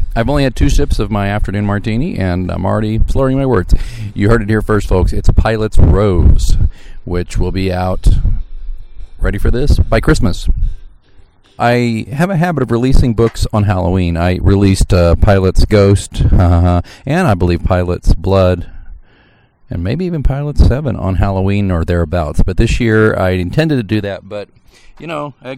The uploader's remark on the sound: We beg your pardon for the "lacking" sound quality of this episode, as it was recorded outside in the wind on a sunny day.